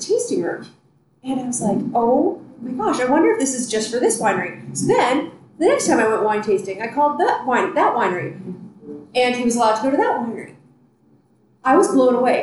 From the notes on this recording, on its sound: Recorded at Wrights Station Winery. Recording onsite at Wrights Station winery in the Santa Cruz mountains.